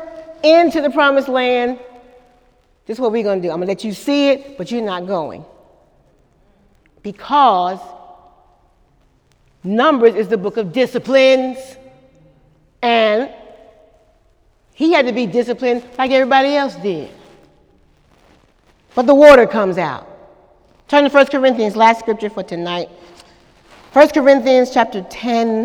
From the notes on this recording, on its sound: During Wednesday night service on March 28, 2018